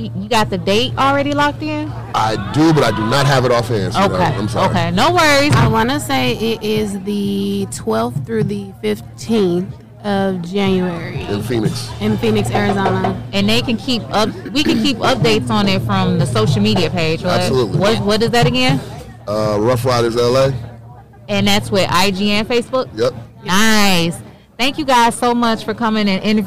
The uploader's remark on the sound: All interviews was LIVE broadcasted at " Making Stride Walk ". All interviews was LIVE broadcasted at " Making Stride Walk ".